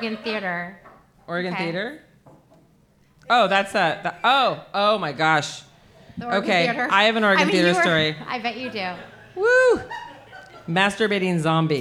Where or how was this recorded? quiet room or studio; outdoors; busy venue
busy venue